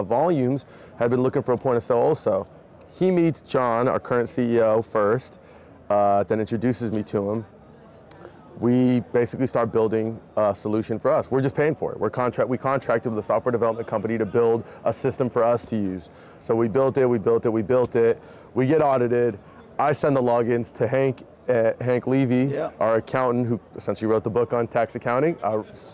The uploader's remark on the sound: Live from New West Summit